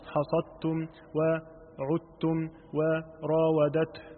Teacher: وهو حرف مجهور، وفإذا التقى بالتاء في كلمة وهو ساكن أدغم من غير عسر